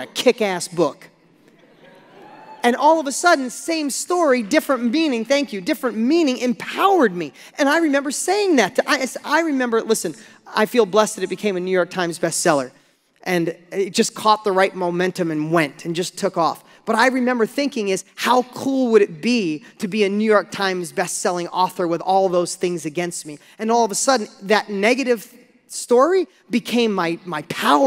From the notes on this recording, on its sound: Listen to this lesson I gave on stage a few years back